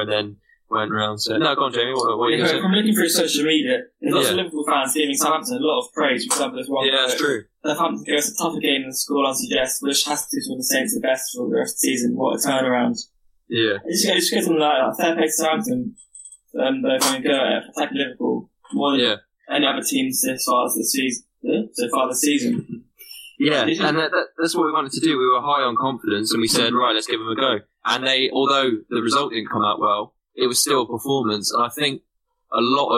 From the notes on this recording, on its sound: The audio seems a bit off this episode however should be fixed for the next one.